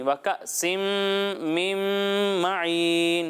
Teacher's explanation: غنہ کی مقدار ایک الف کے برابر ہے تو کم از کم ایک الف کے برابر آپ نے غنہ کرنا ہے